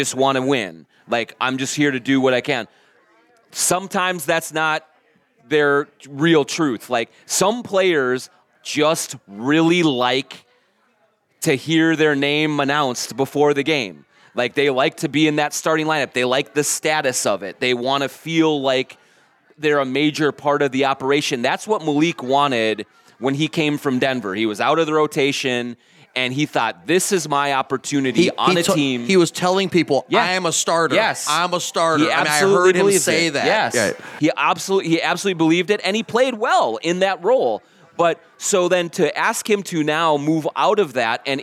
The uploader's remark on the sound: Live at Tuttles Eat Bowl Play in Hopkins